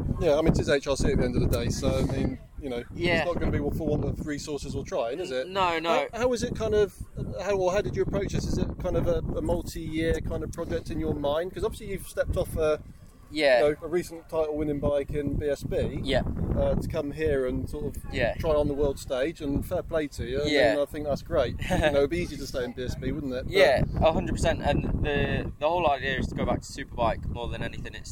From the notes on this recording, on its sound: A special interview show from the recent World Superbike round at Donington Park in the UK. Pre-race weekend media day.